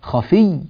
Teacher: نشدد الياء ونوضحها بنبر صوتها